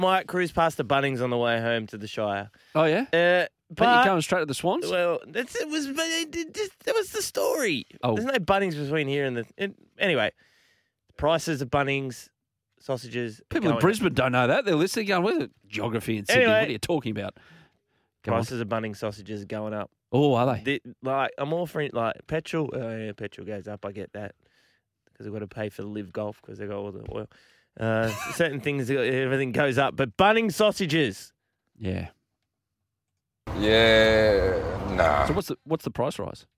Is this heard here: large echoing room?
no